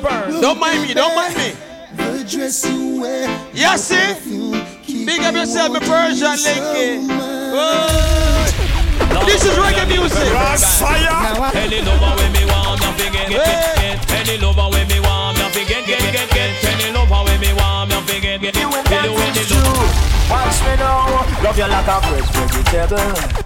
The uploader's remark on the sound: LIVE AT RUMPUNCH BRUNCH